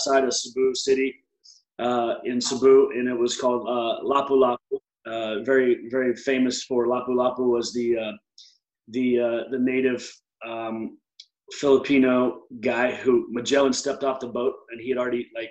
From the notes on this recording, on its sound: on the 'virtual red carpet,' AKA Zoom